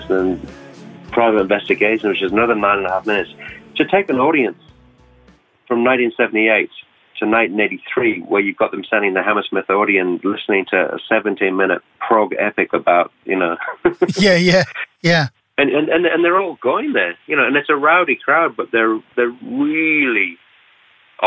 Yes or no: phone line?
yes